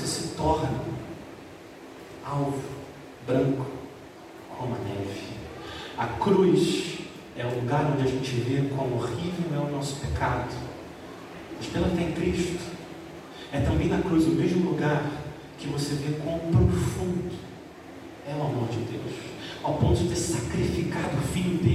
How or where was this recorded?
large echoing room